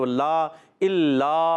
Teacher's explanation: اور الا یہ الا میں الف نہیں حمزہ ہے، اور لام مشدد ذرا رک کر ادا کرنا ہے